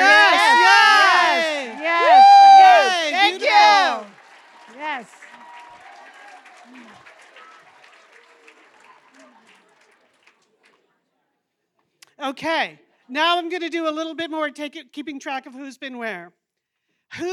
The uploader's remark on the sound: Perform in front of a LIVE audience in Minneapolis. At their Big Fun Weekend.